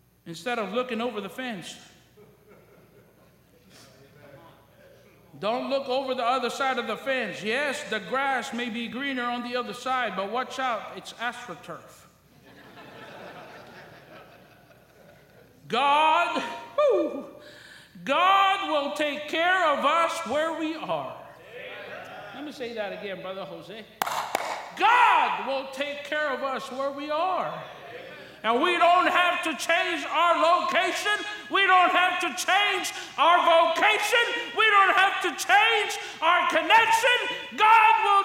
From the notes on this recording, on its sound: during the Wednesday Evening service on August 9, 2023, at North Valley Baptist Church in Santa Clara, California.